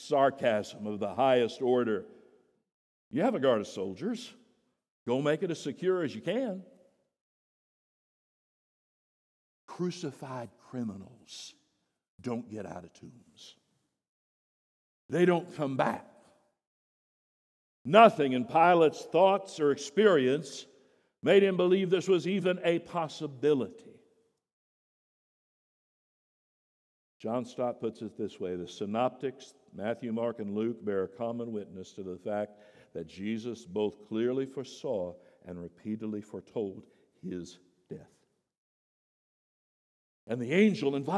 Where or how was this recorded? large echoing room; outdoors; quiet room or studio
large echoing room